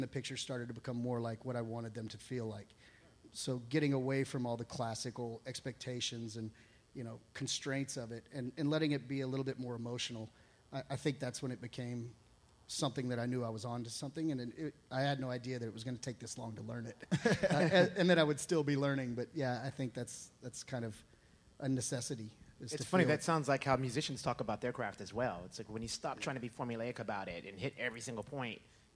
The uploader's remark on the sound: Live from Antone’s.